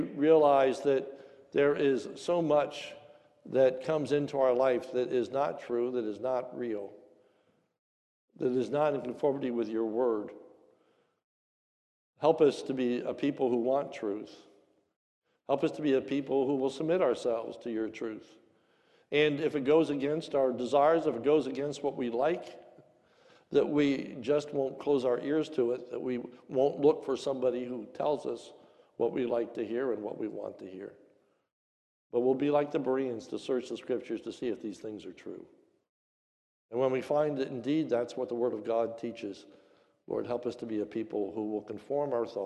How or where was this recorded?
large echoing room